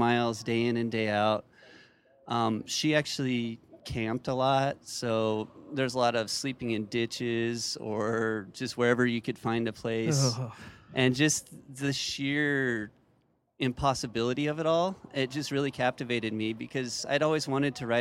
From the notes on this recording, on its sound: Live at Bennidito's Pizza in Spokane, WA.